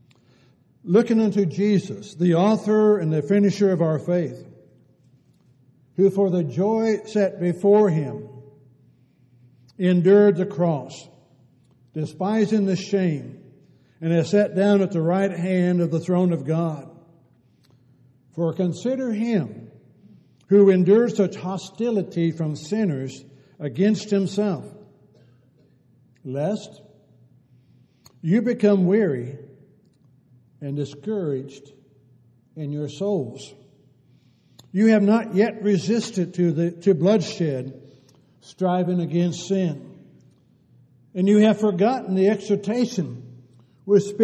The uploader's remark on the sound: Downtown Church Of Christ Audio Sermon